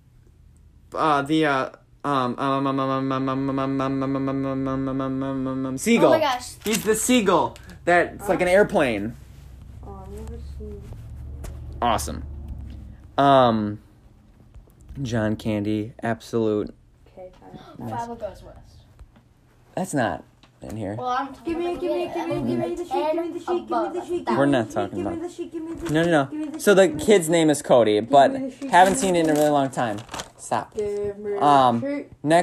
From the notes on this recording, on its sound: Sorry for the excessive noise in the background